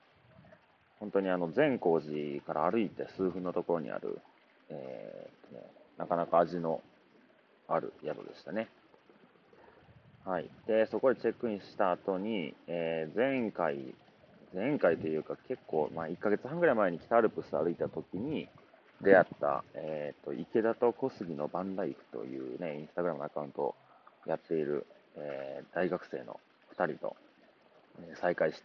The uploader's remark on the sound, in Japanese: あまとみトレイル vol.1。現地からの配信ということで、少しお聞き苦しい点もあるかと思いますが、トレイルの上から生の声をお届けできればと思います。